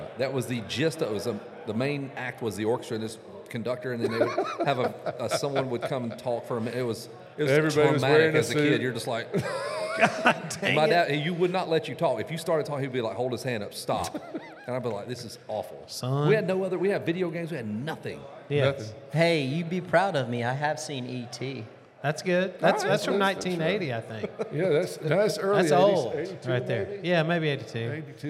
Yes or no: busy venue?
yes